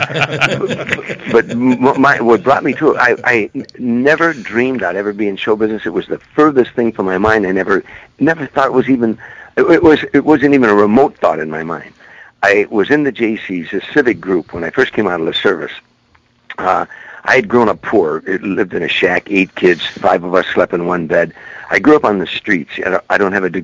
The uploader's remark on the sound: called into the (Let's Be Frank Show)